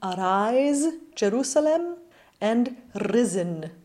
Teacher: We do pronounce the R when it's intervocalic or when it begins a word